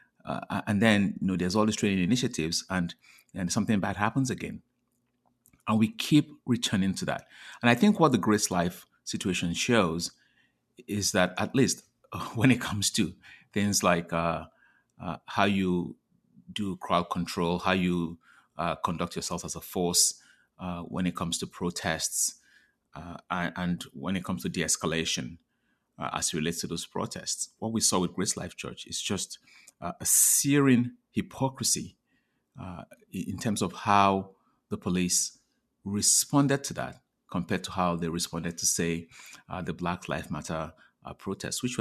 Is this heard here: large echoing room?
no